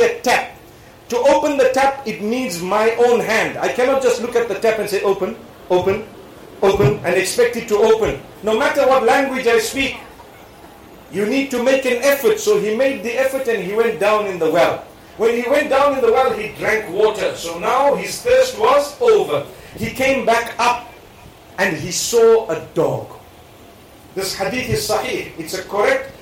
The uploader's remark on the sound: Lecture delivered in Tamale, Ghana during the Points to Ponder Tour.